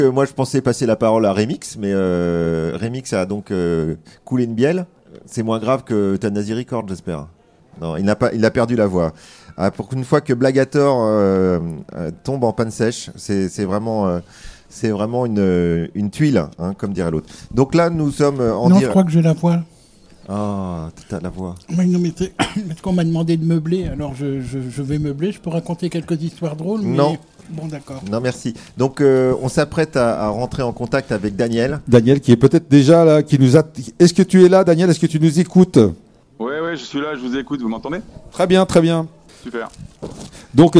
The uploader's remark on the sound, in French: A l’occasion de la Bourse aux disques et à la BD, organisée par Radio Béton, des Poches sous les yeux a déplacé son équipe de chroniqueurs à Mame.